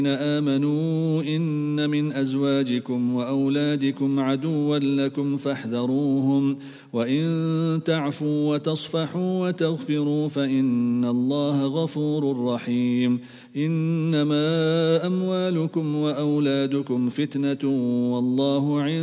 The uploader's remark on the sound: at the Houghton Masjid (West Street)